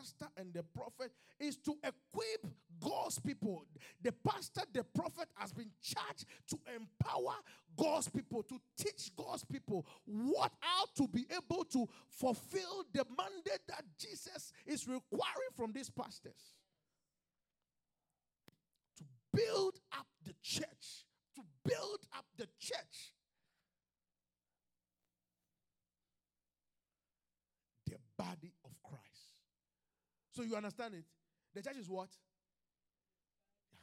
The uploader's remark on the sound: QFC Charis Center - Albany, NY. LIVE from Charis Center | Albany, New York.